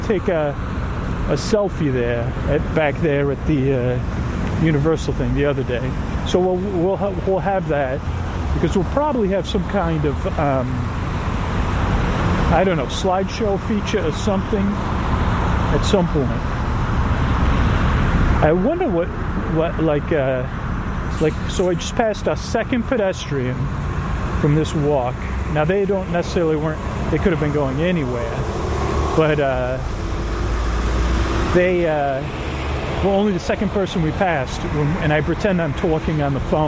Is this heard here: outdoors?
yes